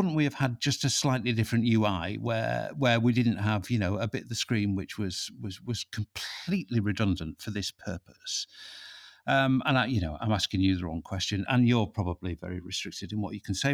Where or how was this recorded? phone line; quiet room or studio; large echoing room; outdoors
quiet room or studio